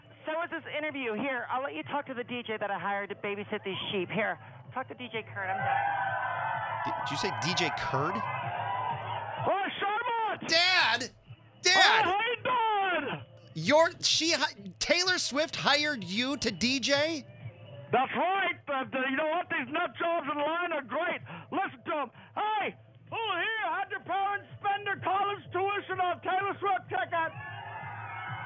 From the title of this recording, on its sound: calls in from her trailer outside of Soldier Field